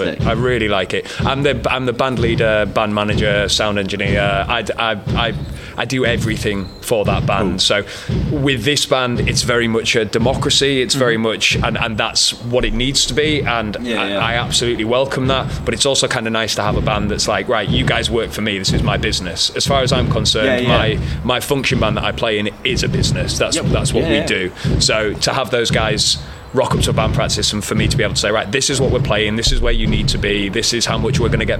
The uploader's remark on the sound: So, where better to find a bunch of musicians and industry professionals than at a gig? He invited us down to do some interviews with an incredible lineup of bands during their soundcheck. Portable Interface: Zoom Podtrack P4. Zoom Microphone kit. Headphones: Audio Technica M50x.